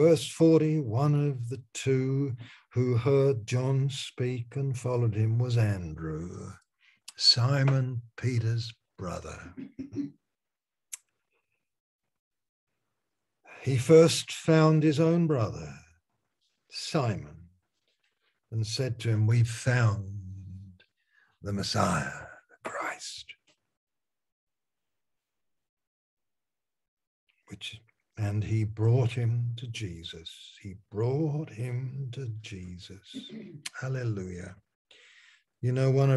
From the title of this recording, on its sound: Malaysia Meets (Zoom)